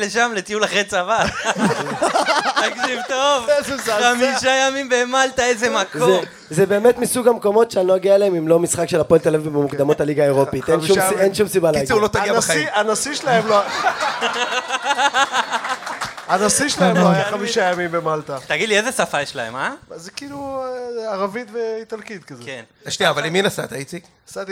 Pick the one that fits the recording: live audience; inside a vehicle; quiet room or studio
live audience